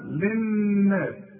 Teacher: الناس للناس دي النون لازم تشدد لازم تغن